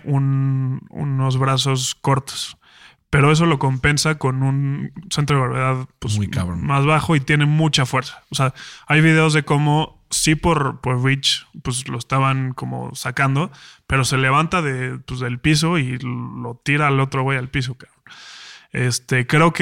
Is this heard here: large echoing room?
no